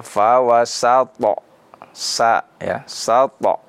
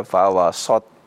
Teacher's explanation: Jadi bukan ditebalkan atau diisti'lakan sehingga menjadi yang harusnya sin menjadi sad. · Shown in: first take · Term: huruf sin